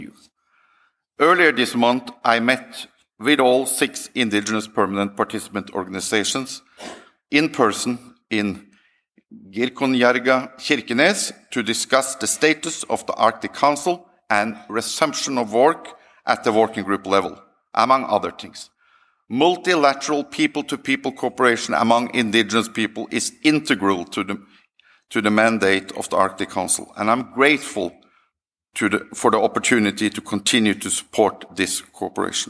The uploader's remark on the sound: This event originally took place at the 2023 Arctic Circle Assembly. The speech is followed by a Q&A with the audience.